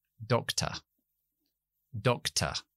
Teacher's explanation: esa primera sílaba, doc, se acentúa, y luego a uh, al final, t no se acentúa. · Term: schwa